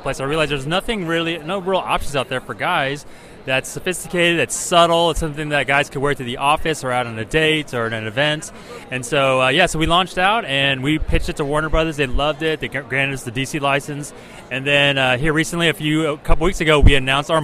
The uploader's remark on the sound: Interviews From WonderCon 2018!